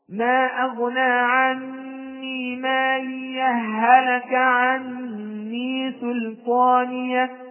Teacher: هاءان، الأولى ساكنة والثانية متحركة، فأدغم الثاني في الأول وصارت هاء واحدة · Term: الوصل